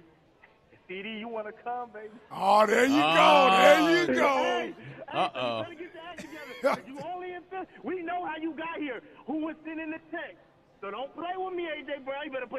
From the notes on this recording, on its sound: live from Chickies in South Philly